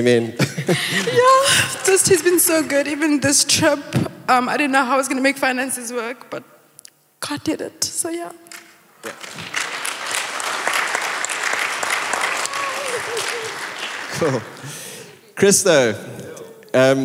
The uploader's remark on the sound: Recorded live on Sunday 16th July the 2023